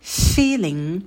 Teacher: в слове feeling можно подольше посидеть на звуке «ф», потянуть его. Потом идет долгий «и», такой волнообразный «фи», «фи», и потом «линг», краткий «и», и в конце носовой «н».